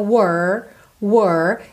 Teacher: Primeiro vai só até o R com a língua enroladinha, were, were, depois põe o L lá no céu da boca, world, world, e fecha com o D, world, world, ok?